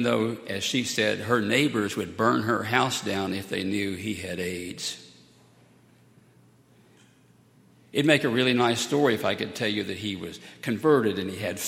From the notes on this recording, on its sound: at Highland Baptist Church